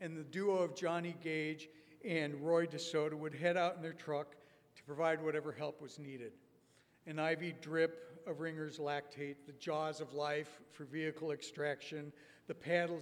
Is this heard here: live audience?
yes